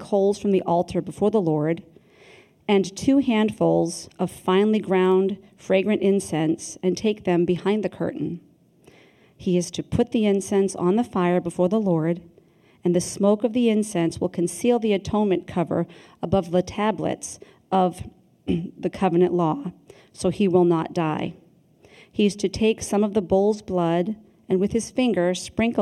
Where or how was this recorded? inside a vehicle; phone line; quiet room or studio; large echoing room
large echoing room